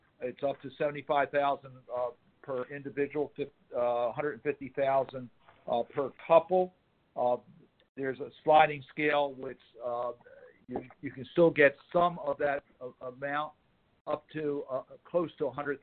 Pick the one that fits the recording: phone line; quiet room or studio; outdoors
phone line